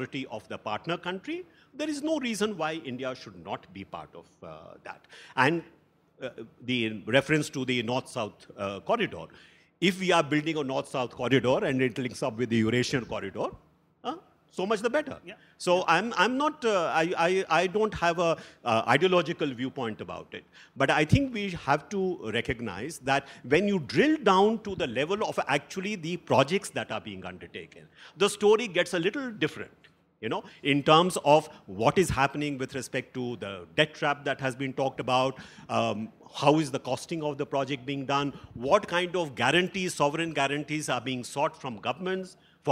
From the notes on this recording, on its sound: A live session from #JaipurLitFest2020.